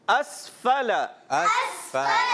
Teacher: scene को साकिन रखेंगे, हिलाएंगे नहीं